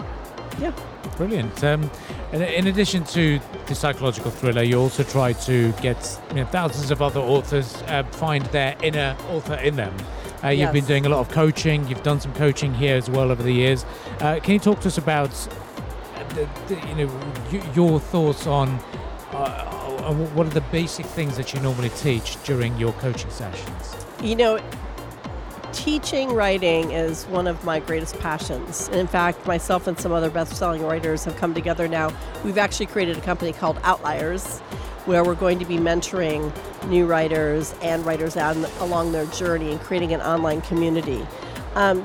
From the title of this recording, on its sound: Live from SIBF 2023